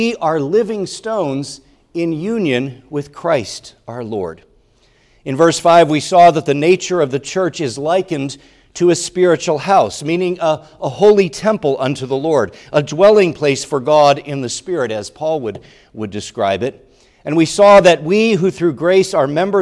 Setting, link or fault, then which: setting, large echoing room